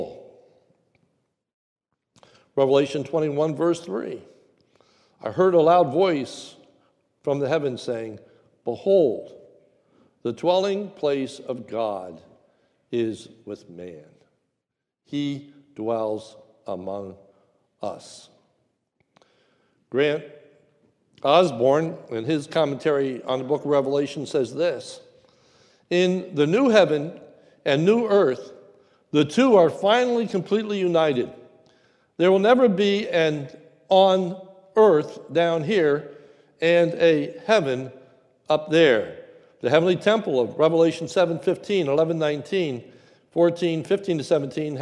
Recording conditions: large echoing room